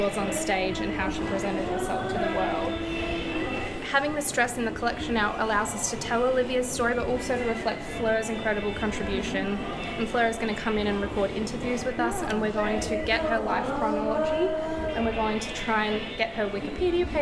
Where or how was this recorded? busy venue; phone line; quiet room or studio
busy venue